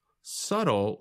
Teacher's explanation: That's spelled S-U-B-T-L-E. But we do not pronounce the letter B in the word.